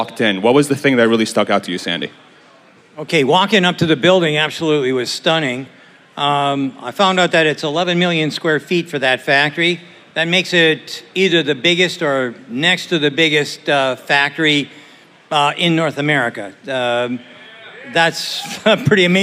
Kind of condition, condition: setting, busy venue